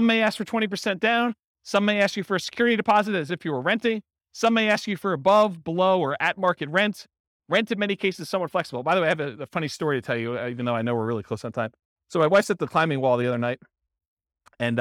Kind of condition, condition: setting, live audience